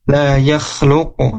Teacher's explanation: huruf qaf di sini ketika disukunkan, ketika diwaqafkan maka harus mantul, harus qalqalah ya. La yakhluq, dan mantulnya ke huruf o lagi.